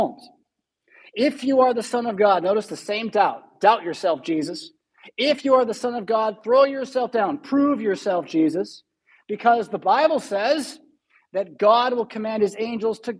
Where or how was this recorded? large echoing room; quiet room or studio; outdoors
large echoing room